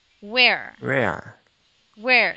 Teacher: your tongue, when you pronounce the R sound, it's curled back